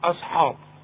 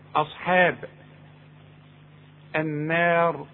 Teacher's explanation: رقق الهمزة ورقق الحاء · Shown in: second take